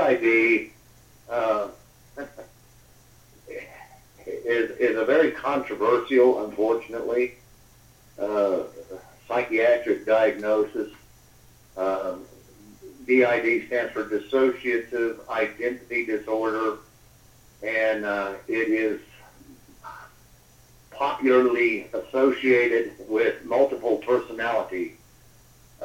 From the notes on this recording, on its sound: via a phone interview